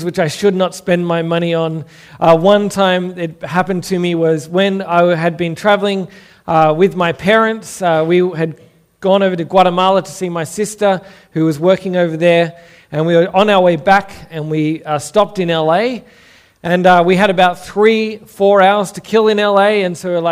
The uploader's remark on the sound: Originally preached at St Stephen's, Belrose.